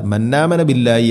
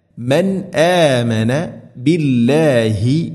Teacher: സാക്കിനാ നൂന് ശേഷം ഹംസ വരുമ്പോൾ വെളിവാക്കുകയാണ് വേണ്ടത്. · Shown in: second take · Term: ഇവ്ഹാർ